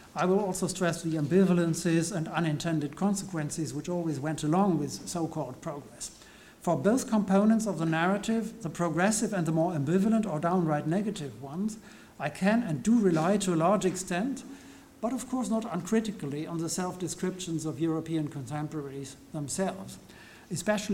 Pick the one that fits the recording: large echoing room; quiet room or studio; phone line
large echoing room